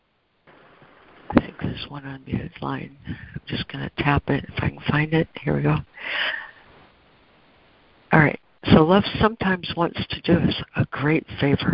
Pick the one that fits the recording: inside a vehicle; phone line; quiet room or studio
phone line